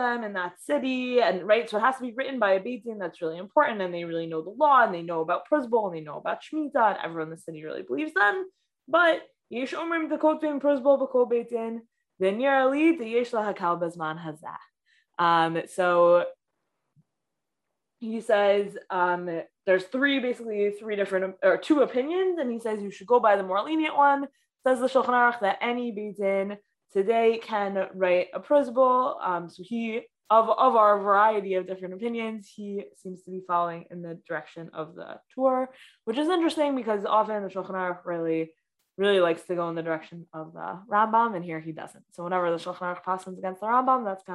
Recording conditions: video call